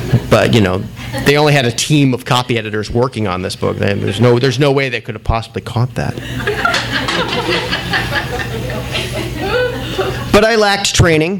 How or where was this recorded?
live audience